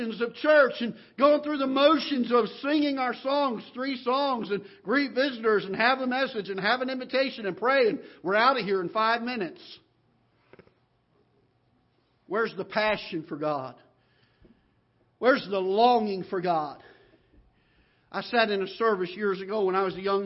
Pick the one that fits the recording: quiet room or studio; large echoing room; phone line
large echoing room